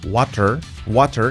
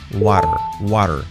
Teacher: La T como R suave, en este caso. · Shown in: second take · Se suaviza y es la R suave que decimos, pues, la típica en español de pero, caro, ro, es R suave.